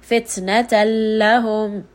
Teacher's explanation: So I'm not saying fitnatan lahum. I am not saying the noon sound. I'm merely going on to the letter lam. · Term: idgham without ghunna